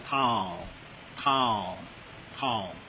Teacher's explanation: 它读 tau，三声音爬个小山坡